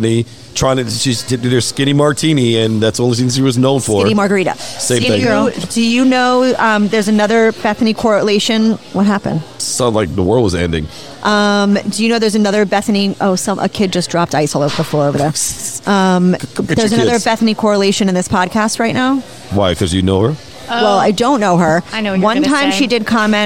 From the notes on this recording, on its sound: Recorded at Pizza District